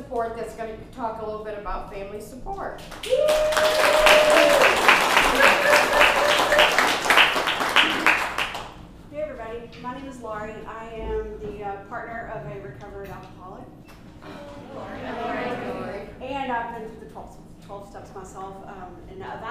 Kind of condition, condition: setting, busy venue